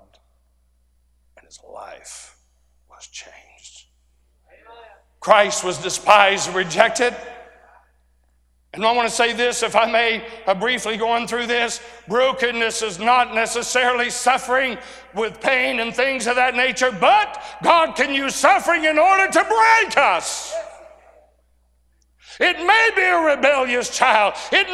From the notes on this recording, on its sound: A sermon preached Thursday Afternoon during our Spring Jubilee.